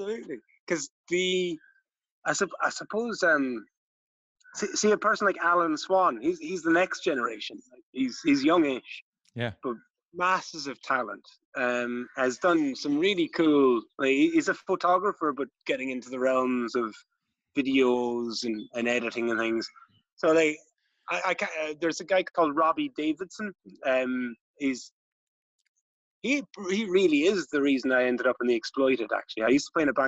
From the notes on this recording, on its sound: Took the Zoom call in Kerry, where he was busy restoring an old barn in preparation for a brand new studio.